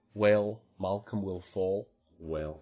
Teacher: if we think about Scots, the L is retracted, and it may be even that there's even retroflexion.